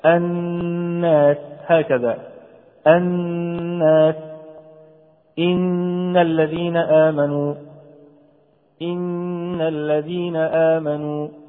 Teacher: تكون هذه الغنة كما علمنا أنها تخرج من الأنف أو من الخيشوم، فنقوم بغن هذا الحرف غنة مقدارها حركتان، حركتان. الحركة تكون مقدارها قبض الإصبع أو دفته. · Term: حرف الغنة المشدد